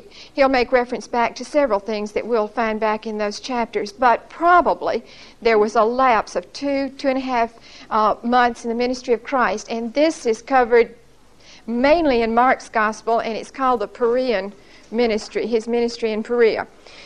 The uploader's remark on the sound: Recorded 8/26/1975 at Whitesburg Baptist Church.